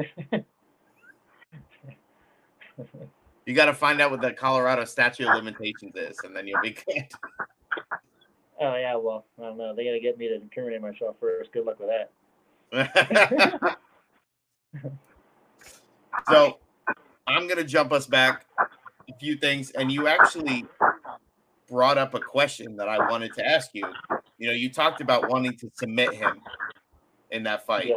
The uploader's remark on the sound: Connection issues aside, which were kinda fixed in post production